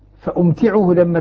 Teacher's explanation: لما نخفف التاء المشددة تقتضي منا إسكان الميم فأمتعه بينما إذا شددت يمتنع إسكان الميم حتى لا يمتنع إسكان · Term: التسكين